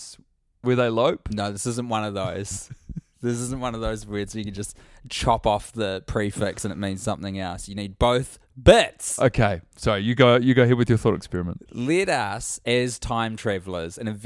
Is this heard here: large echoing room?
no